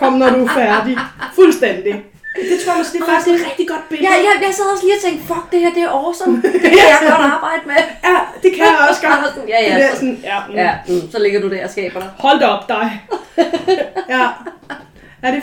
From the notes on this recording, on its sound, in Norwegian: Bær over med lydkvaliteten - jeg er psykolog, ikke lydtekniker (tydeligvis)